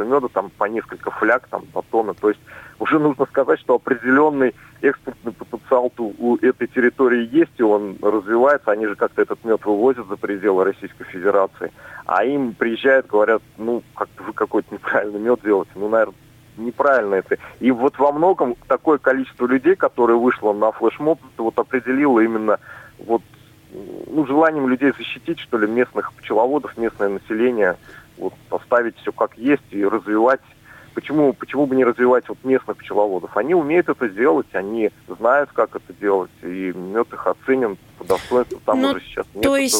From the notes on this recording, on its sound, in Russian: По телефону